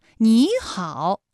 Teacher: 我们的说话过程中发出完整三声的情况很少。在语流音变中，三声的发音遵循了三声的基本变调规则，但在实际说话过程当中，三声的发音也还有另外一个特点，也就是大部分的情况是211到212，也就是说三声的上扬部分没有那么高。三声的变调我们主要是看双音节的三声组合和三音节的三声组合的变调情况。首先我们来看一下双音节的三声组合啊。第一个音节的三声变成二声，比如说你好，哎，这两个音节的实际声调啊都是三声，但是我们在说话的时候，第一个音节你它就变成二声了，也就是214+214直接演变成了35+214